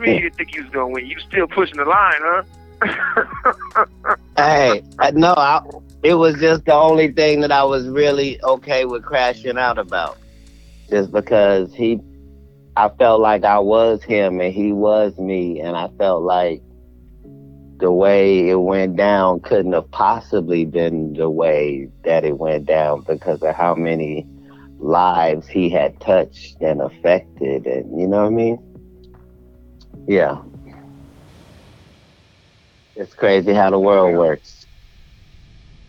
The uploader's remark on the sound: 1st Guest Call. Plays the song over the phone. Collect Call.